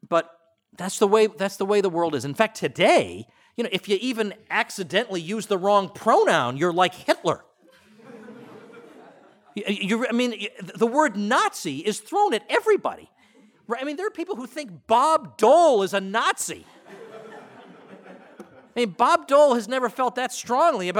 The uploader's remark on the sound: opening lecture at Mises University 2017